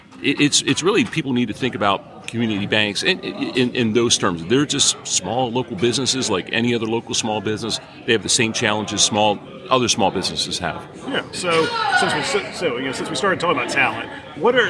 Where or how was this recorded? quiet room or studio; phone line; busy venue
busy venue